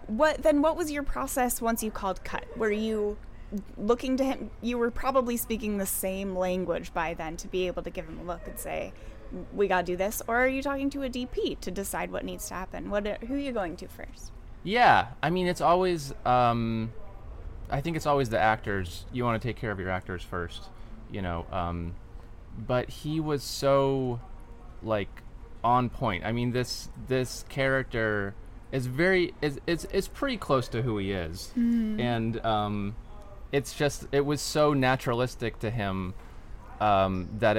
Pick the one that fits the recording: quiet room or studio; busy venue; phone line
busy venue